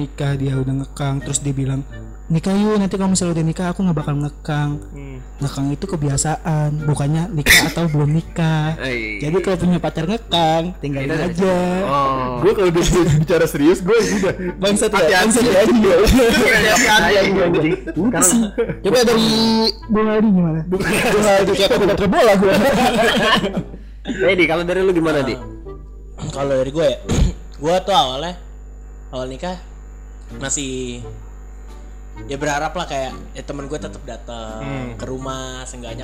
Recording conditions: poor sound quality